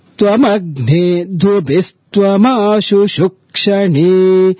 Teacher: So twama gne, the very next syllable gne comes down anudata, so it becomes twama gne dubistwama ashu shukshani twama gne